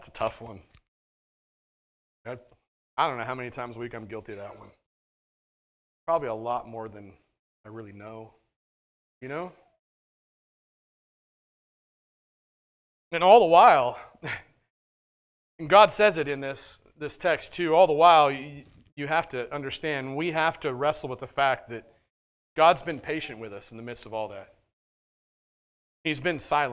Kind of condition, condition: setting, large echoing room